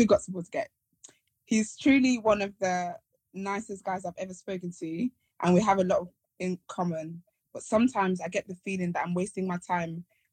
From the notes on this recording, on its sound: We recorded this on Instagram Live and had people in the chat to contribute to the conversation.